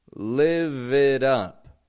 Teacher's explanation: voicing that V at the end of that, live it up, helps our speech flow.